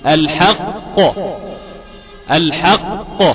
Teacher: اللي بيحصل ان انا عندي قافين، قاف ساكنة واخرى محركة